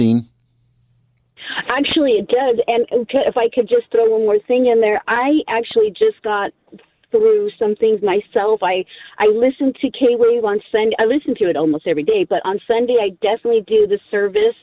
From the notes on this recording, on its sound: Pastors Perspective is a one-hour call-in program where listeners can call in and get answers to questions about the Bible, Christianity, family, and life. The program is live Tuesday through Friday from 3:00 PM - 4:00 PM Pacific.